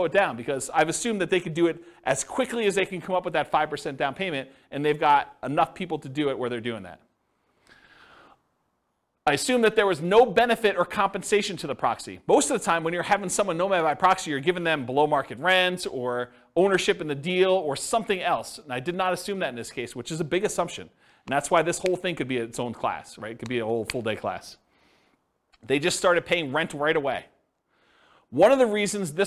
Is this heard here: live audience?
yes